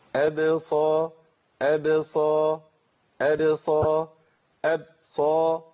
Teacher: القلقله عندي هنا في مرتبه ضعيفه يعني مش في مرتبه قويه من مراتب القلقله فبالتالي ما تعملش معاها بعنف براحه خالص.